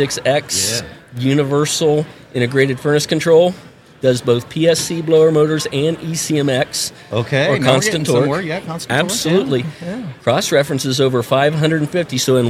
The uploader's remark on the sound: at the 2023 National HVACR Education Conference